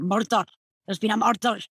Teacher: I love a strong roll of an R. · Term: rolling R